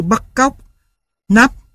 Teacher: Lúc bắt đầu độ cao của thanh sắc gần ngang với thanh không dấu, nhưng thanh sắc không đi ngang mà đi lên. Ở những âm tiết, có những âm cuối là p, t, k như bắt cóc, nắp, thì thanh sắc vút cao ngay, gây ấn tượng ngắn.